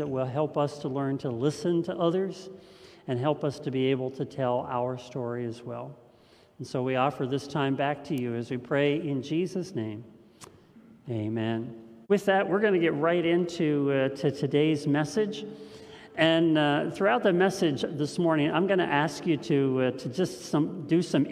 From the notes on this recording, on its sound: This message was first preached on March 7th 2021 at Linglestown Life Church in Harrisburg PA.